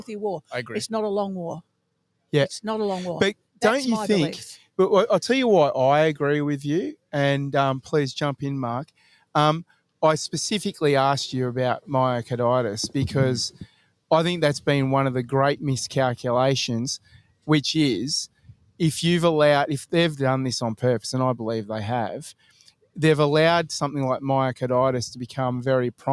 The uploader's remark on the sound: Live from Memorial Park in Bunbury WA